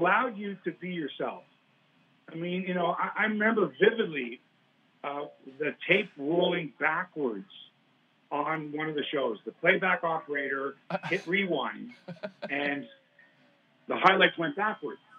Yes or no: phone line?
yes